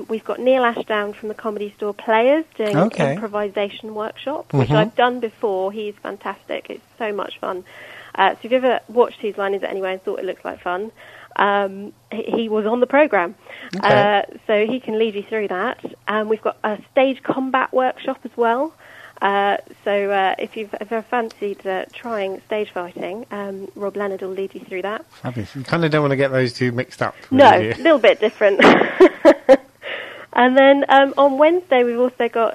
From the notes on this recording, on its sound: joined on the phone